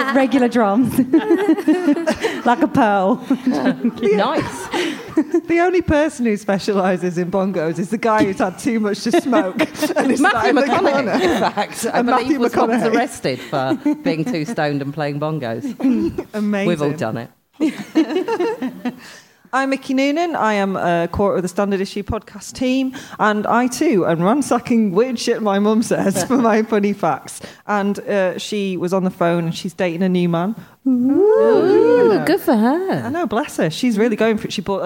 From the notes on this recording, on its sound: This episode was recorded in front of a live audience at Leicester Square Theatre.